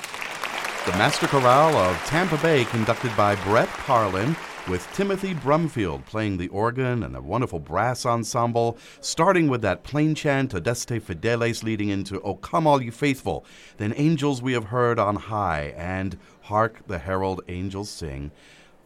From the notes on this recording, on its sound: Live Concert Recording & Broadcast. Has been edited to include narration by WSMR's Classical Music Director.